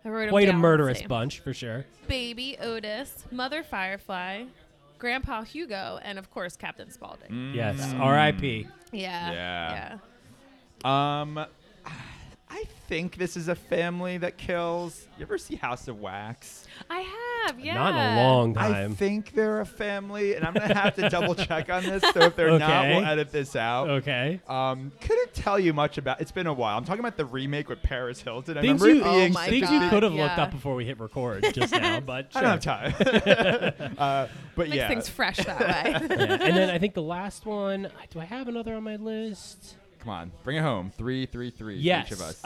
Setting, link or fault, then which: setting, busy venue